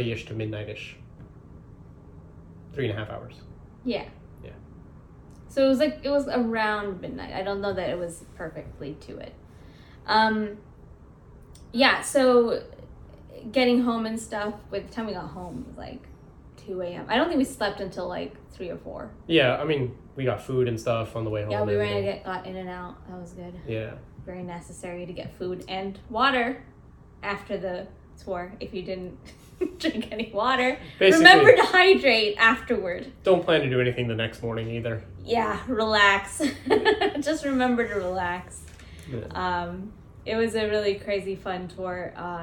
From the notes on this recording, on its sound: We had some issues with the microphone audio and had to use camera audio